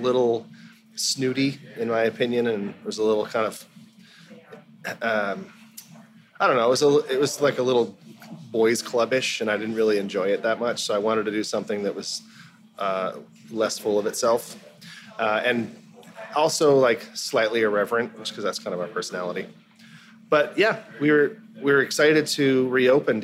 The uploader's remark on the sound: The legendary Beer Bar, Deep Ellum in Waltham, MA, has been reborn! Just outside of Boston. At Deep Ellum beer bar.